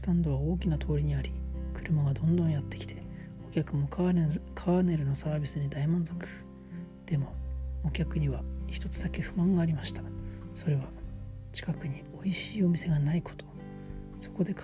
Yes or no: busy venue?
no